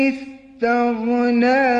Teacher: غین باید درشت و پرحجم شنیده بشه